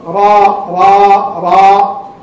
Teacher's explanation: الراء مفخمة مفتوحة على الأقل أنها في المرتبة الثانية من التفخيم